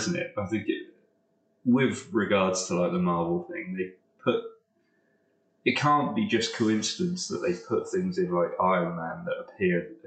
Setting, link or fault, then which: fault, poor sound quality